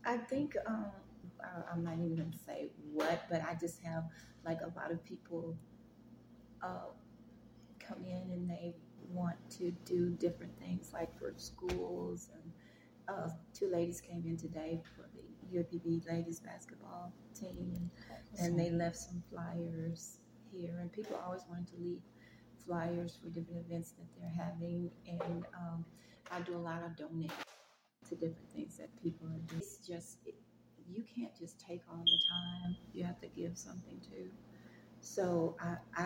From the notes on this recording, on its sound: This video has some background noise